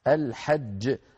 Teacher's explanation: الحاء من وسط الحلق أيضا · Term: الإظهار